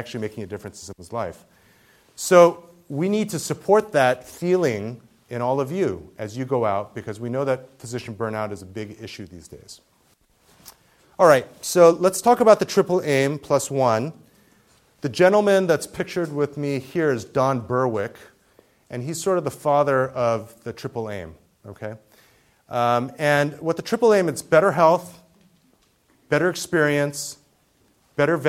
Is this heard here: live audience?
yes